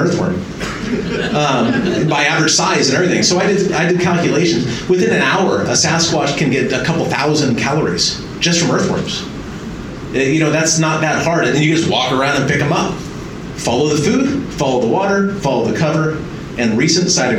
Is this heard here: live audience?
yes